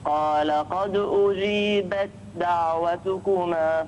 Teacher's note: أدغم التاء في الدال